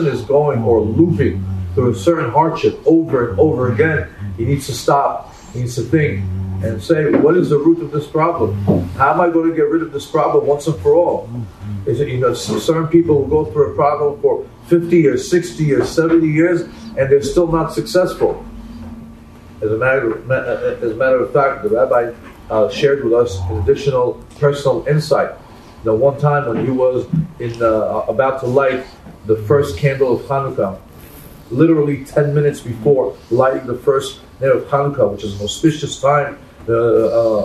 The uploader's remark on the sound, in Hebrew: הוקלט בבית הכנסת שערי עזרא, מיאמי ביץ', פלורידה, במהלך מסע חיזוק ליהדות ארצות הברית.